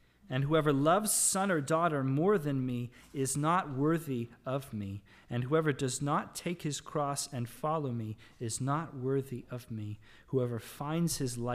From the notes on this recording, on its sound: Sermon audio from the LBC worship service